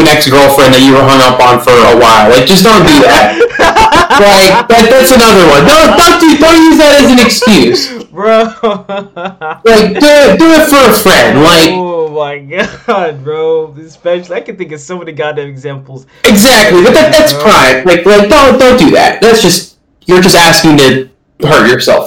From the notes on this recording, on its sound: This audio in this podcast was pretty messed up